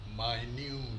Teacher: The first syllable has the bite vowel unstressed. The second syllable is stressed and it's got boot vowel.